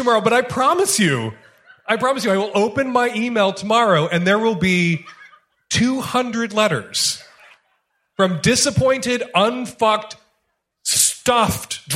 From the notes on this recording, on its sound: Valentine's Day Show Live in Portland.